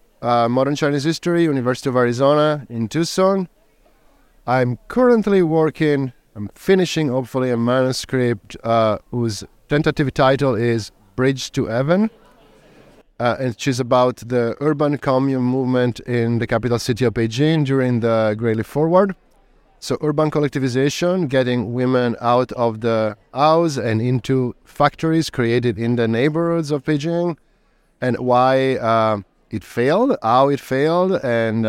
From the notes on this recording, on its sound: Sinica at the Association for Asian Studies conference, Boston 2023. Capsule interviews.